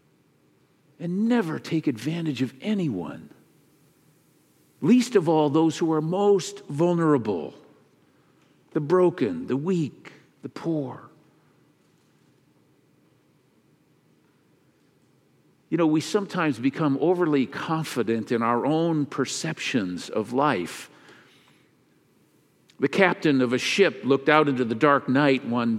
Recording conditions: large echoing room